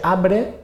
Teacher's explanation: la pronúncia abre en lloc d'arbre, en què la primera R desapareix · Term: dissimilació